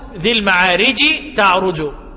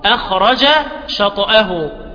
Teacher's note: الجيم بيدغم في حرفين اتنين، في حرف التاء وفي حرف الشين · Term: الإدغام